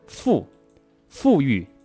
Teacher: 存好心，说好话，让我们一起做更好的自己。大家好，我是青年好声音，欢迎来到普通话百日训练。我们今天要学习的一个音呢，是韵母乌。这个音大家不陌生，发音的时候有点难，发音要领呢，大家不要去看我们这个 tips，大家直接来模仿感受。乌，火车来了，乌，乌鸦。发这个音的时候，大家一起来感受。呜，嘴唇呢，要圆起来，要搓起这个嘴巴，嘴唇用力，所以呢，它是一个考验咱们口舌力度的一个音啊。再来一遍，呜，呜，呜，感觉像托马斯来了啊，很呜啊。好，下面大家直接跟老师来咬字发音训练。哭，枯萎，虎故知故知如意，故知如意，万事如意，舒，祝，祝福，祝福卢，卢子，布，散步，蒲，葡萄，赋，富贵。发这个音的时候，大家可以用上牙齿咬着自己的下嘴唇